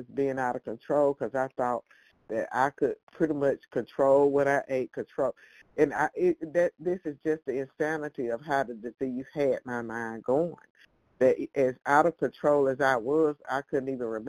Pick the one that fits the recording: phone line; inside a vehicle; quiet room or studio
phone line